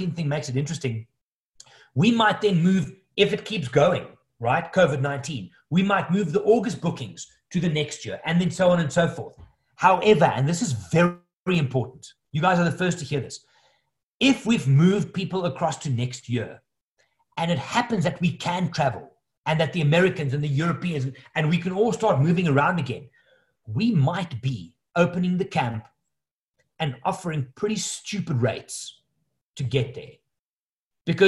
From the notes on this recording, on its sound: The audio of a webinar that I recently hosted.